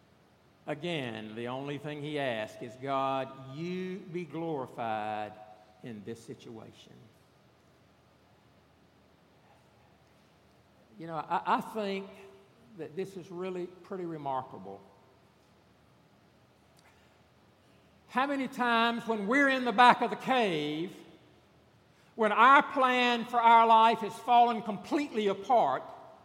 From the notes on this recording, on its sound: This past Sunday, September 8 at Redeemer Presbyterian Church in Charleston, SC